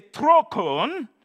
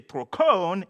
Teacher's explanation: We also have a problematic thing here, because we have two words that are spelled exactly the same, but wherever you put the accent, whatever syllable you put the accent on, it will be different. If you put the accent on the first, you say trokon, it means course. · Shown in: first take · If you put the accent on the second syllable, you say trokon, it means wheel.